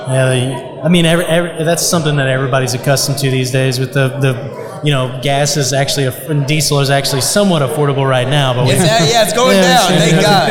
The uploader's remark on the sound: We interviewed for over 2 hours at the Contractors Network LIVE event in Spring TX and had an absolute blast.